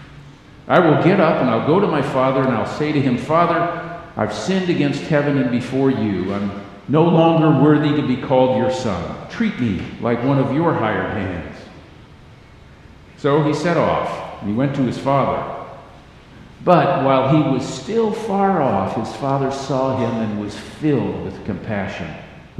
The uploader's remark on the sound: Message on a familiar scripture text was delivered during the Traditional Worship service.